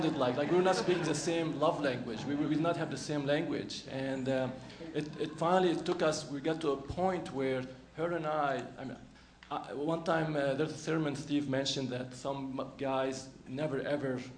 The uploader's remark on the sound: LJCC full Easter Service.